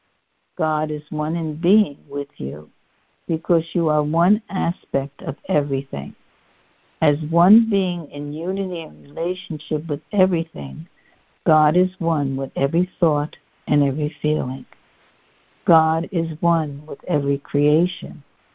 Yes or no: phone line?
yes